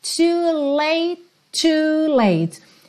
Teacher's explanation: Como ele fala late e já tem outro to na sequência, esses dois T's viram um T só.